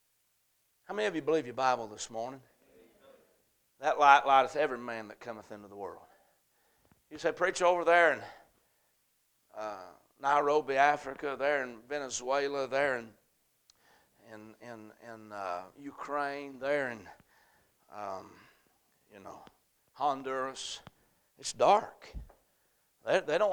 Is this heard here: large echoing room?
yes